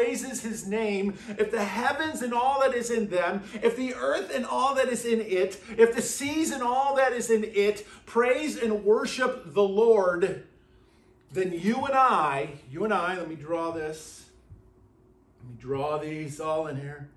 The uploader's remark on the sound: at Burlington Christian Church on February 4th, 2024